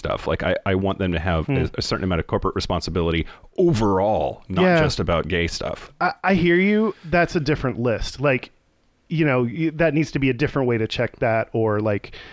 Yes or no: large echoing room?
no